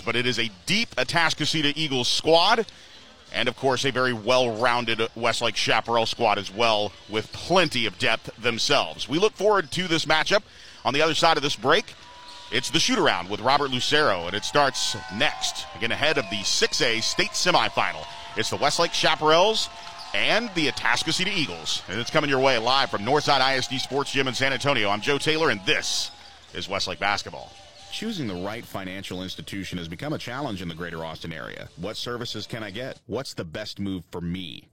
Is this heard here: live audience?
no